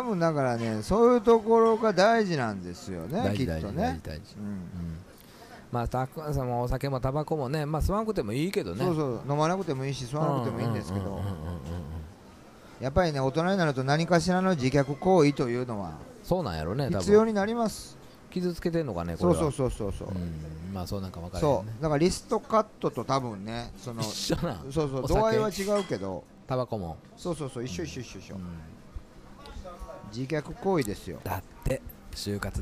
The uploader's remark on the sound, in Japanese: 今夜は四條畷はソウルキッチンにてクリスマスLIVEを終えてからの収録でした〜音声の乱れは有りますが会場の雰囲気もお楽しみくださいね！